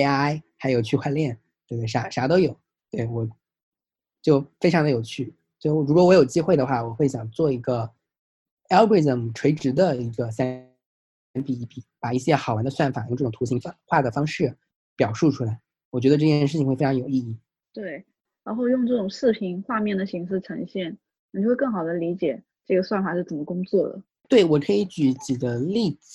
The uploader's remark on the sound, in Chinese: Zoom 连线对话